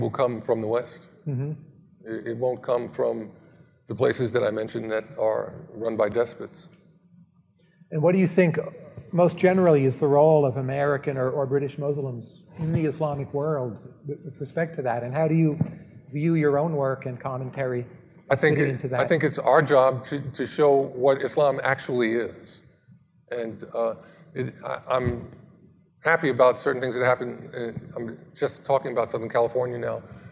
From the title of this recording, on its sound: Live at Mason